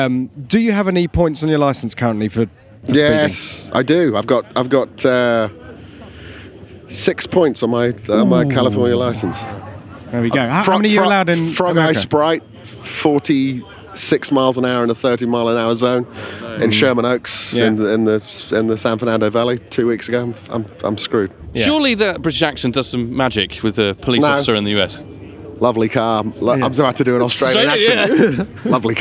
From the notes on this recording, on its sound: For this year’s Goodwood Festival of Speed, we took our microphones with us